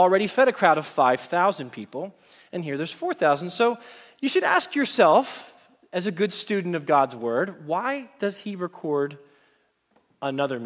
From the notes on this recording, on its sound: Message Preached at Valley Creek Church